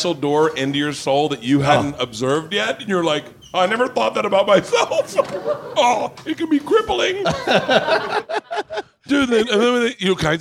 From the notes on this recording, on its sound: Live Podcast - Gundo Comedy Festival. Today I head to the El Segundo Brewing Company to do the annual "Gundo Comedy Festival Live Bertcast".